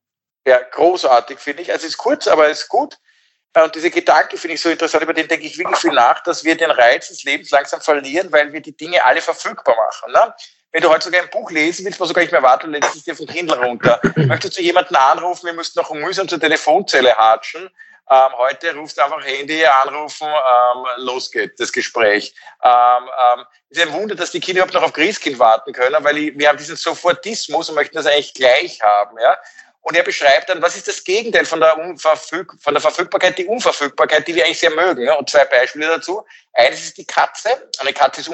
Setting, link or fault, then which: link, video call